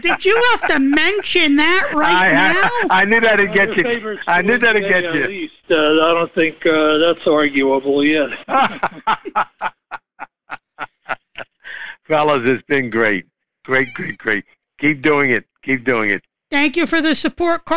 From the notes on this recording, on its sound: We give insight and Analysis on the big game and field listeners phone calls.